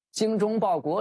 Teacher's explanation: 精的声母啊是鸡，是舌面音，它的最大特点是中部要隆起，舌尖要放松。而忠呢，它的声母是卷舌音，舌尖要卷起。